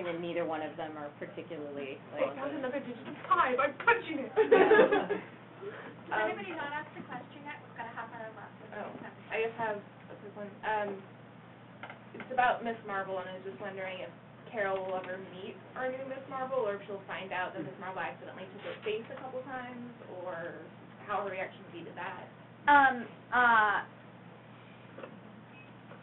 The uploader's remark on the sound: Visited Illusive Comics and Games for an afternoon. This is a live recording of a portion of the event, with no editing or even really any audio tinkering at all, because we're rubbish at that.